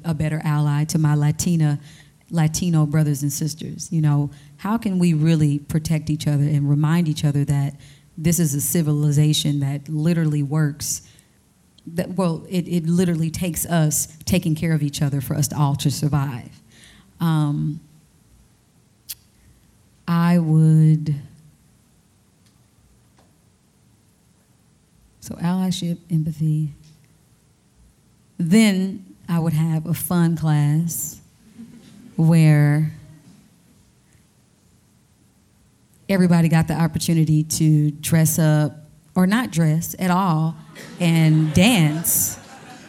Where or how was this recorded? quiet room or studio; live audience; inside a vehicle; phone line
live audience